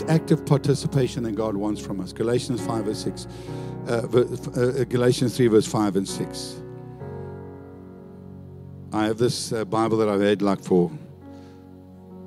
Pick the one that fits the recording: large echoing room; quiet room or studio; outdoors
large echoing room